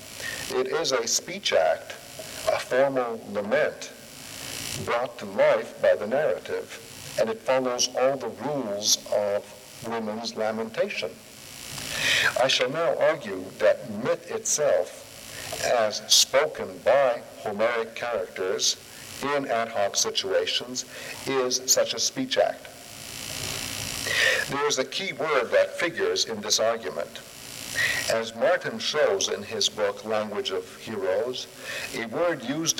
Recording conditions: large echoing room